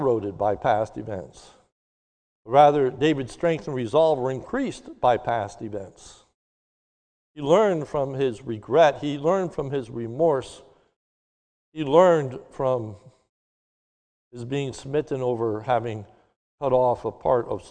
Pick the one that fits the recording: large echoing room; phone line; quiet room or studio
large echoing room